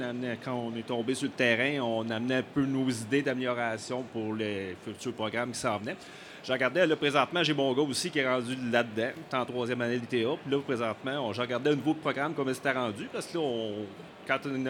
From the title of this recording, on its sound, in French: Le Son de la Terre au Salon de l'agriculture